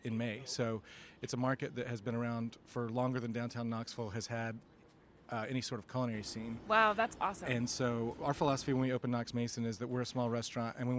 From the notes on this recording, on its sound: HRN On Tour was recording live at the James Beard House for a special evening presented by Springer Mountain Farms. HRN On Tour was recording live at the James Beard House for a special evening presented by Springer Mountain Farms, highlighting the culinary talent of Knoxville, Tennessee.